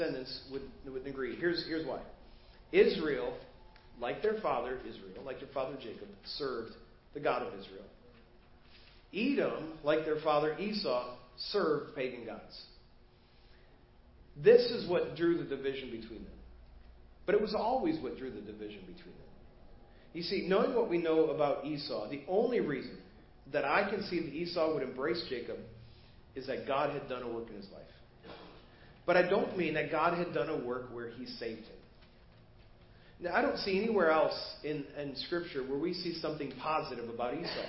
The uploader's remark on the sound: Preached at First Baptist Church of Hazel Park